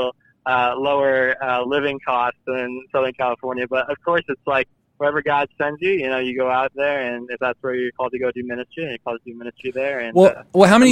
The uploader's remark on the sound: LIVE Call-In Show